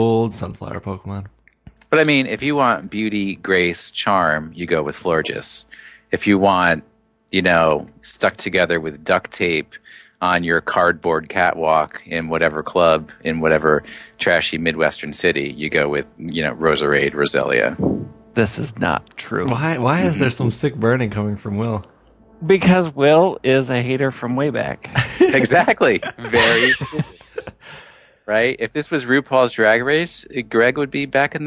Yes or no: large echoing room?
no